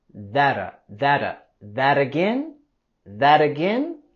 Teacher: Y podemos vincular that y again con la R suave.